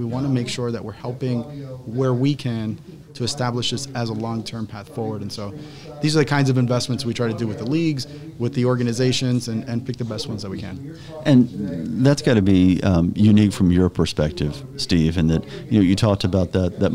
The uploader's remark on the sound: This week’s episode was recorded live at CES 2020.